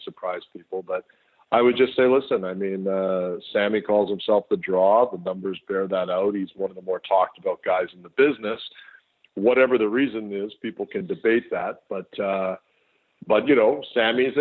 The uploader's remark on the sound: This is the full audio from the May 16, 2018 Impact Media Call